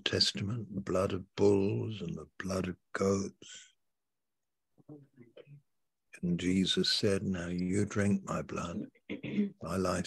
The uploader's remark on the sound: Malaysia Meets (Zoom).